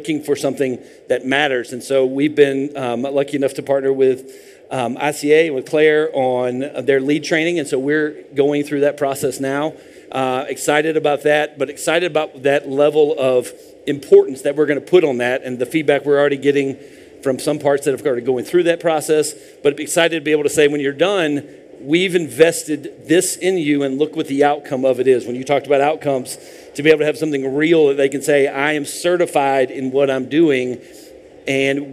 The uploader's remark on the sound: Live panel at the Car Wash Show ™ 2023 in Las Vegas. Live panel at the Car Wash Show ™ 2023 in Las Vegas.